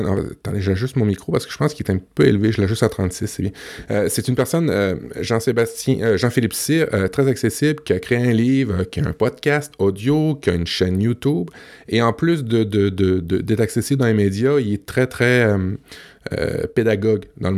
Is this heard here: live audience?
no